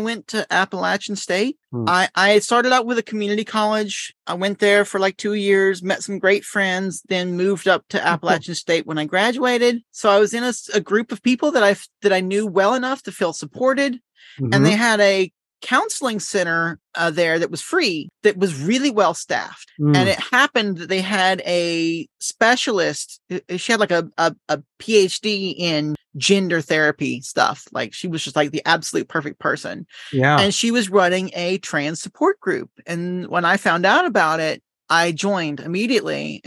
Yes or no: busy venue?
no